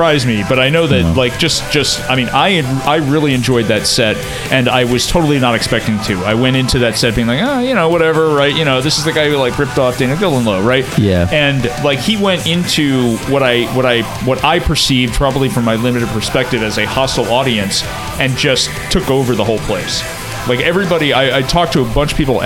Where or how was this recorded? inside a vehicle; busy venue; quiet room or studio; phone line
busy venue